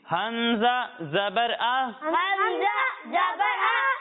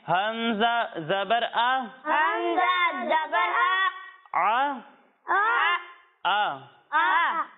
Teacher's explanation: اور جب ہم حمزہ کی ادائیگی کریں گے تو اسے حلق کے نچلے حصے سے پڑھیں گے